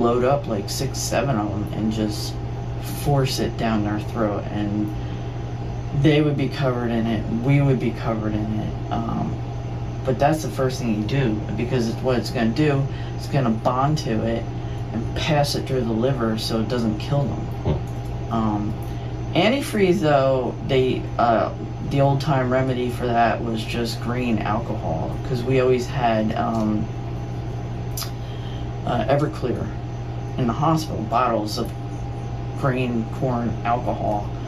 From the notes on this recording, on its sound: A Tub Of Hot Water In Cape May. This one is a little funky, you’re gonna hear some wacky stuff here, like a lot of gurgling noises.